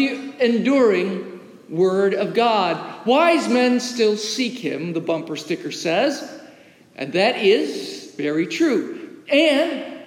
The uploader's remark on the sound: As recorded live in the historic, 318-year-old sanctuary of (Old) Rehoboth, the "Birthplace of American Presbyterianism".